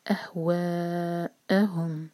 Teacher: ولئن اتبعت، ای پر زور، اہواءہم، و مد متصل چار حرکہ، اس کے بعد کٹ آف ساؤنڈ جو حمزہ کا مخرج ہے وہ کلیئر آئے، اور آ پر زور، اہواءہم، میم پر اخفاء شفوی، ایم ٹی میم کے بعد بار آئے، اہواءہم بعد الذی، تو میم کو کس کے پریس نہیں کریں گے لیکن ٹائم دیں گے.